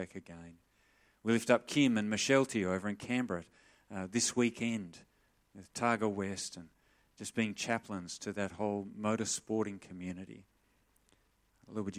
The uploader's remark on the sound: Sermon recorded live from Morley Baptist Church